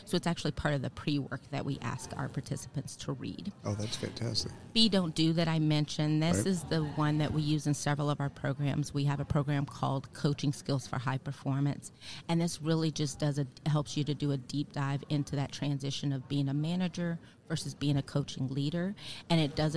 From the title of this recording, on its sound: Live from SHRM 2022